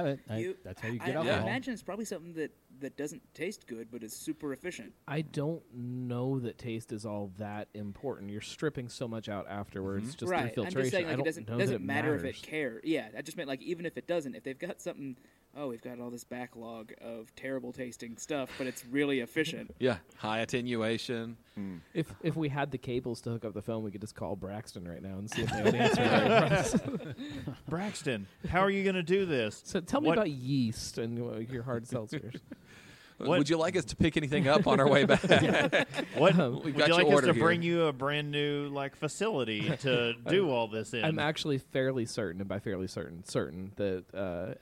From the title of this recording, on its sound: Live from Drinktacular and White Labs